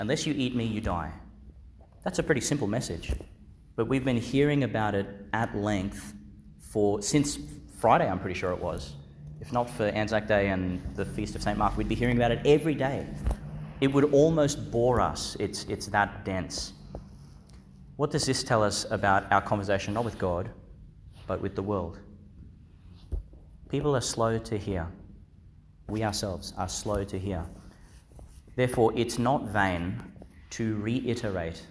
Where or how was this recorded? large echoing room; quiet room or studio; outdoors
large echoing room